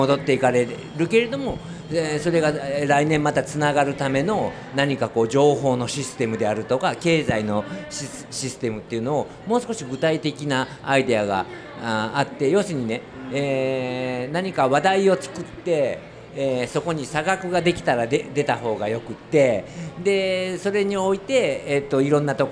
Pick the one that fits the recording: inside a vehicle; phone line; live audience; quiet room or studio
live audience